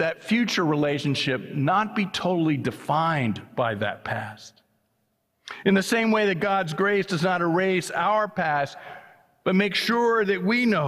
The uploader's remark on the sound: was preached at First Presbyterian Church of Allentown on August 13, 2023.